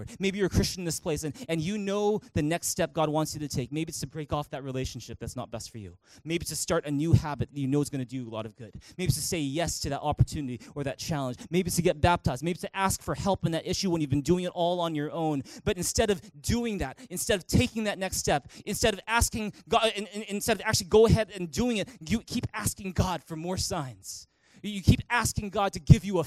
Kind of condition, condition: setting, large echoing room